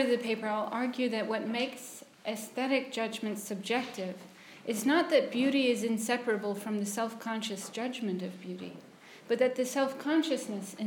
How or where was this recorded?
large echoing room